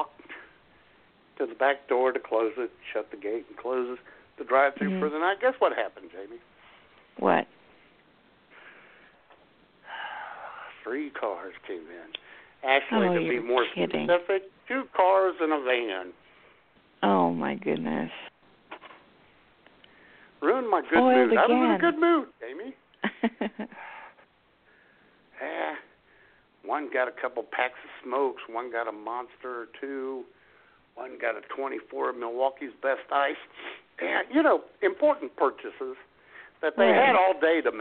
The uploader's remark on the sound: Your phone calls as IWS Radio presents.